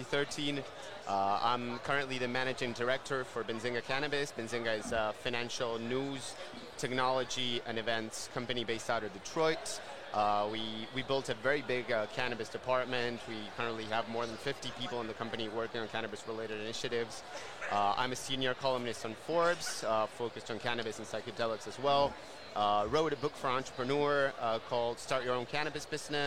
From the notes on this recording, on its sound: LIVE at MJ Biz Con 2022